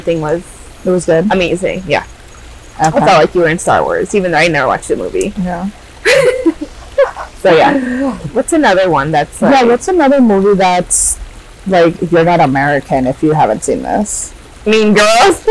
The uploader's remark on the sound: FOREWARNING: this episode audio is not sure what happened — sorry in advance… hehe